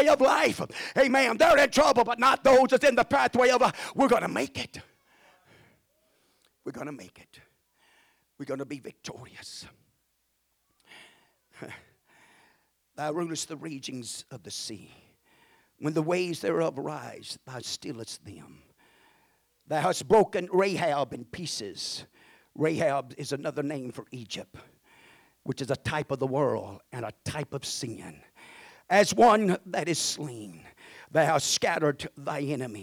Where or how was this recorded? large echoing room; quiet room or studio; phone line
large echoing room